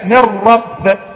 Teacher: والراء هنا مشددة، ذهبت ذاتها وذهبت صفتها، لا الغنة ولا النون · Term: إدغام بغير غنة كامل